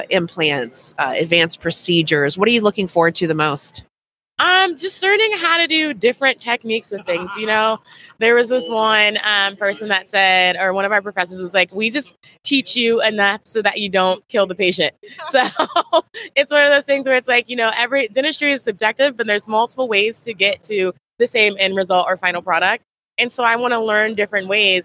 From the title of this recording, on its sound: LIVE from Smilecon